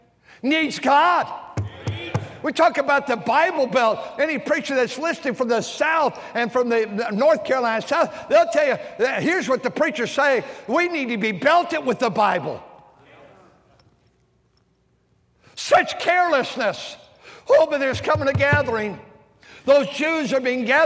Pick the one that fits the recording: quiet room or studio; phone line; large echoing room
large echoing room